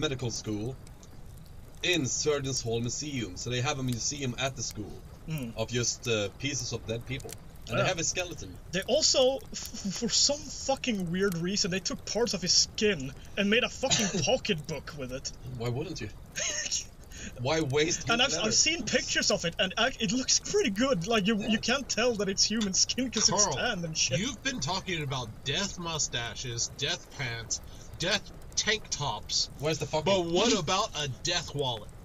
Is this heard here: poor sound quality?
yes